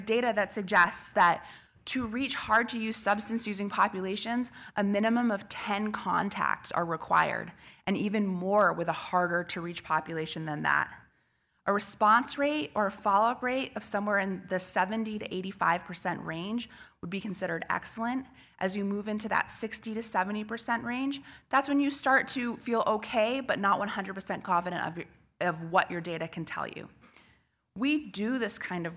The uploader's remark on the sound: General Session 2 of the 40th NAATP Anniversary Conference of the National Association of Addiction Treatment Providers (NAATP) at the Interlocken Resort in Denver Colorado